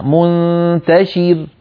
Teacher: الراء ساكنة قبلها مكسور رققنا